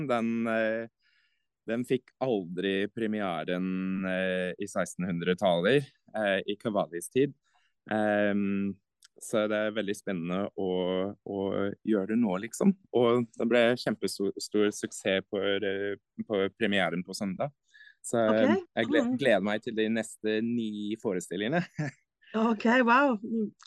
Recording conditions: video call